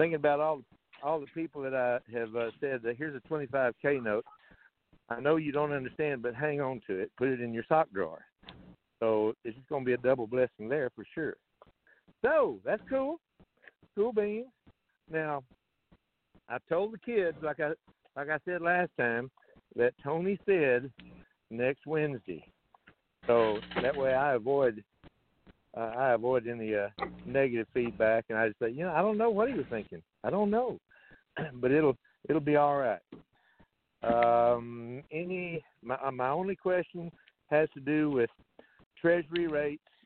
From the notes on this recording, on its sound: TNTSuperfantastic Conference Call